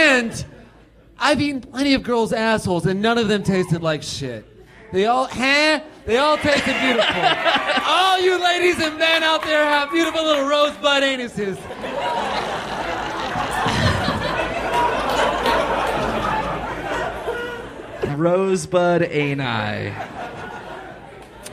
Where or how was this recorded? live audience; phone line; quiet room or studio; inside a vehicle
live audience